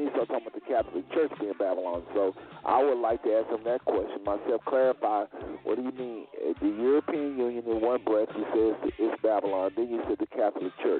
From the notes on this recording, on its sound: Our callers will also weigh in to this respectful Q&A session.